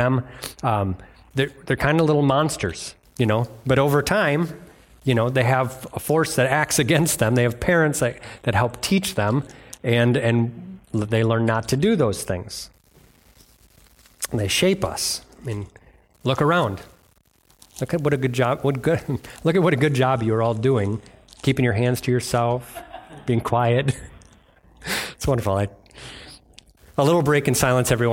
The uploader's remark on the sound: delivered on Sunday, December 31st at Bible Center Church in Maiden Rock, Wisconsin